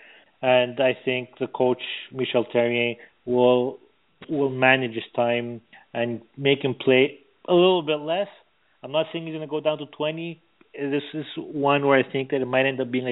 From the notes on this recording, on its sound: we take your phone calls